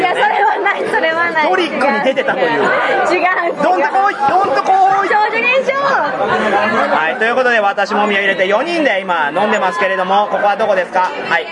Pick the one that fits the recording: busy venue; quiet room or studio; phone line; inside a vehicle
busy venue